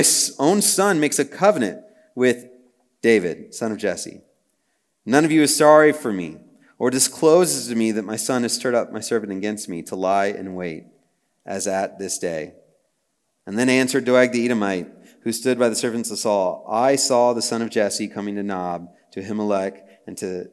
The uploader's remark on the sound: Message preached on March 23, 2023 at a Thursday Night Gathering of Coram Deo College Ministry.